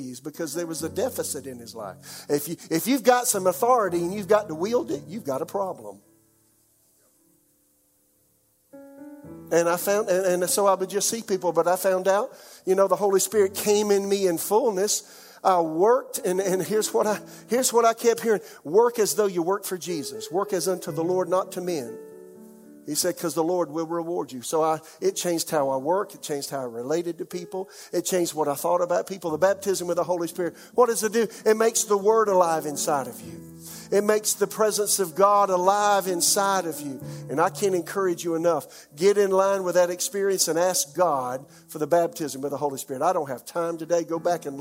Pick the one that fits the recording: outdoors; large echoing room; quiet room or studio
large echoing room